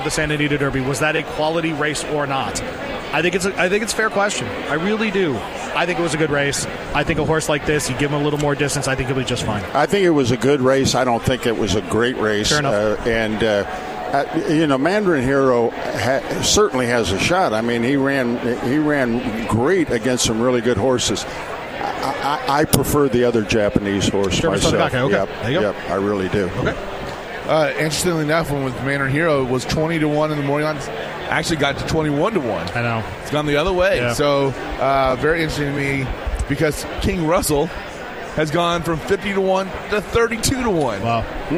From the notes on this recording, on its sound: live from Churchill Downs